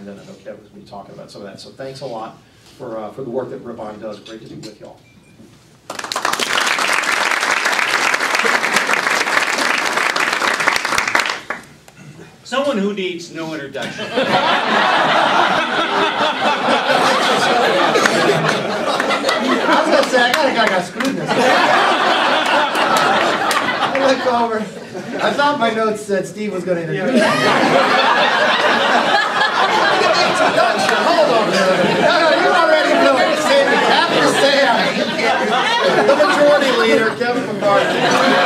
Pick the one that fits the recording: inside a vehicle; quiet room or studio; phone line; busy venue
busy venue